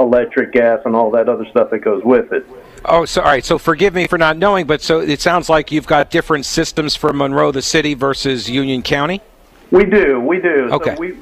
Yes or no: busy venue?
yes